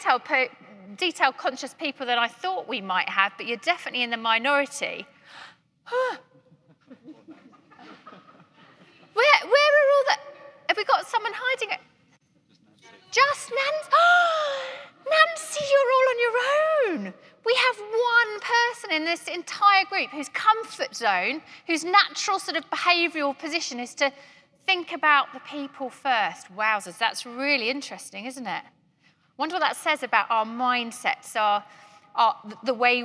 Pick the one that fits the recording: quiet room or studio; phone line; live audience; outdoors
live audience